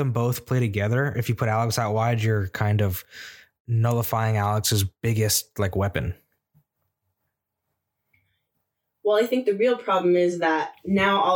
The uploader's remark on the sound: To boot we gave you some struggle bus audio. Lots of technical difficulties to start the year.